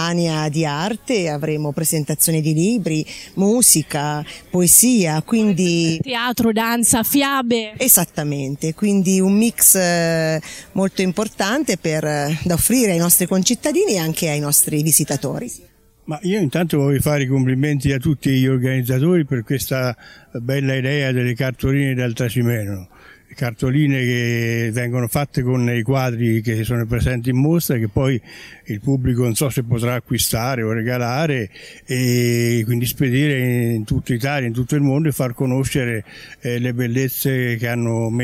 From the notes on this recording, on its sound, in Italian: Con i microfoni di RTN Radio siamo andati a Passignano s/T a visitare la manifestazione Cartoline dal Trasimeno, nella sua prima edizione e a Deruta, al Book Festival, una importante kermesse dedicata al mondo dei libri.